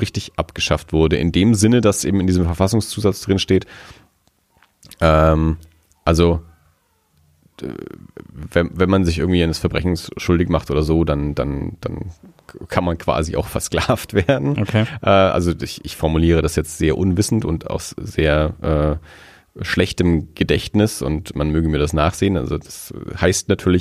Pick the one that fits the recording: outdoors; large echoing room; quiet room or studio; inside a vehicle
quiet room or studio